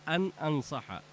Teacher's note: النون ساكنة بعدها همز إظهار